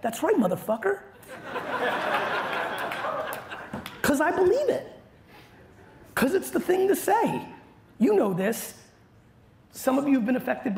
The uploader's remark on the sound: Keynote from 2022. A throwback keynote I gave in Las Vegas in May at Grow With Video Event.